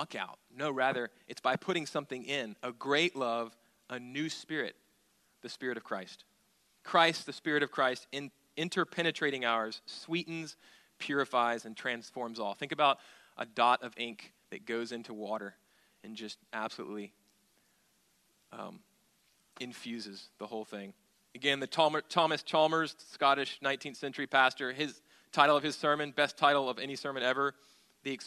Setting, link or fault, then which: setting, large echoing room